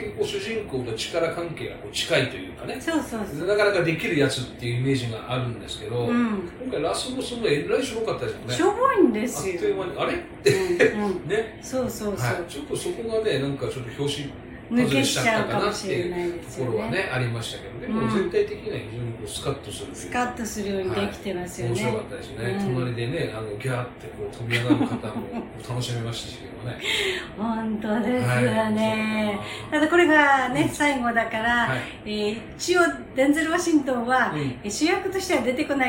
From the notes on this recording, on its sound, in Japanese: 妙齢の男女二人が密室に！ノイズが多いので リスナーさんでイコライザーを上手く調整してお聴き頂けると幸いです。